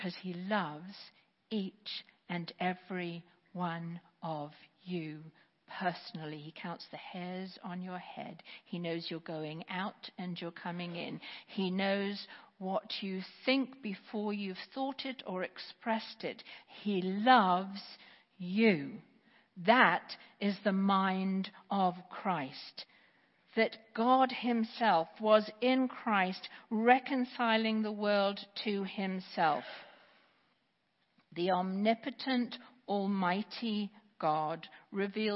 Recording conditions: large echoing room